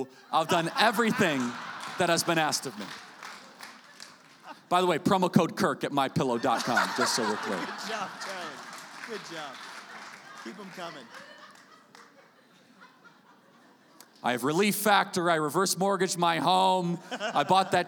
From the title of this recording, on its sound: Live in SLC